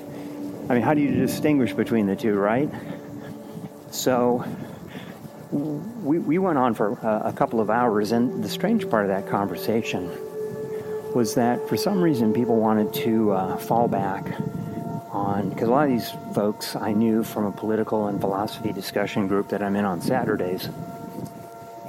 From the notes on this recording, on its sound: I was walking around a local park early one morning and started recording some notes into my phone as a way of documenting some ideas. Well, the first two recordings were just on my phone. Then, I switched to a professional mic... The recordings do get better over time.